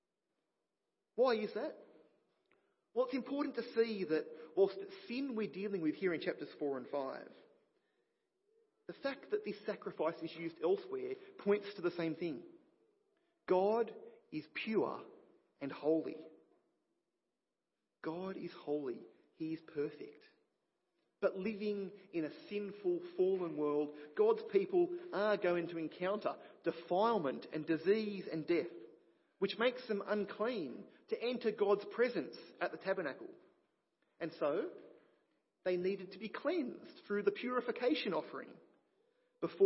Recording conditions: large echoing room